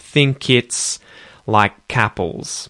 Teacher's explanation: those K's at the end of think and like linking to the next words because each of them starts with a vowel